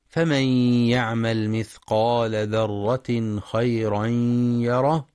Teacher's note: ينتبه القارئ لإدغام النون في الياء بغنة في فمن يعمل